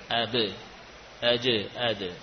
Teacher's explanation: Suara qalqalah sama dengan vokal huruf e